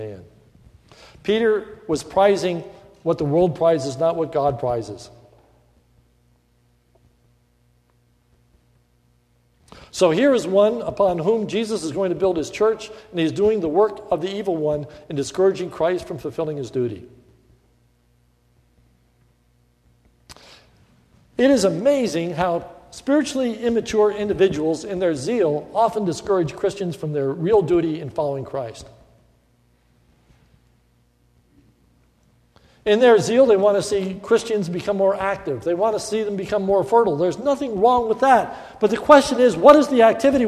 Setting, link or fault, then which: setting, large echoing room